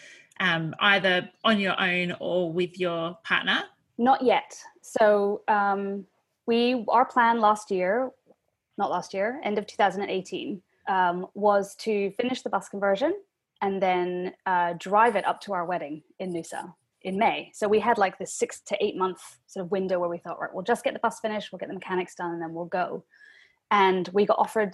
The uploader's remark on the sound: We are still recording at home via Zoom, so our sound quality isn't at it's best today, so please accept our apologies.